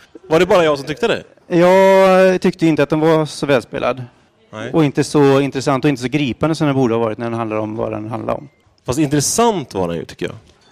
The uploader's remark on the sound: Göteborg Film Festival Live